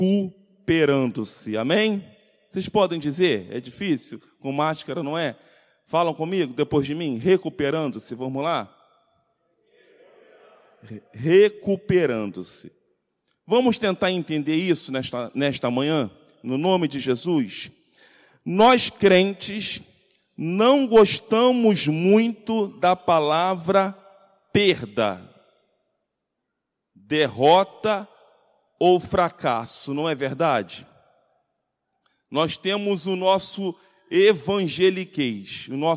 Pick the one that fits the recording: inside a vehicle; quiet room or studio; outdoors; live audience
live audience